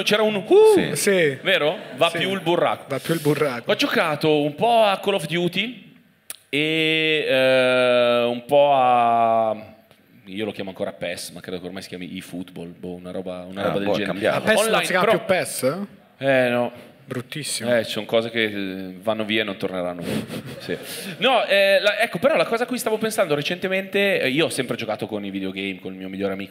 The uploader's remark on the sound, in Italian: Prima puntata milanese di Tintoria LIVE. Registrato a Milano presso Santeria Toscana 31.